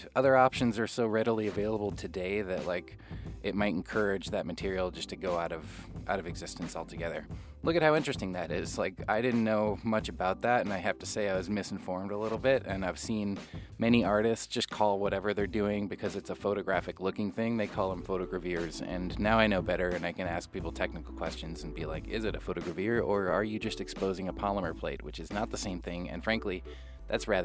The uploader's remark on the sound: Live from the IFPDA 2019 in New York. Coming to you live today at the IFPDA in New York.